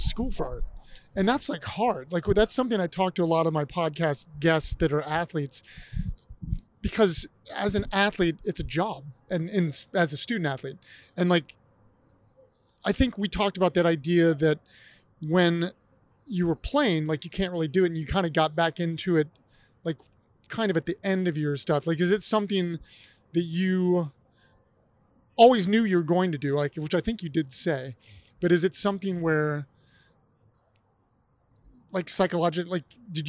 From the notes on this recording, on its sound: this episode is recorded out in phoenix during super week during their incredible smocks and jocks event!